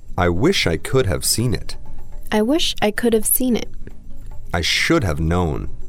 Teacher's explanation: when have is contracted and appears after a word that ends in a consonant, we will add an unaccented syllable